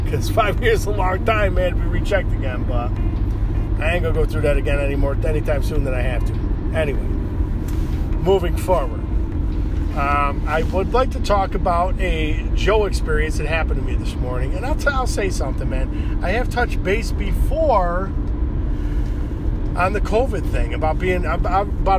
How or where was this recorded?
inside a vehicle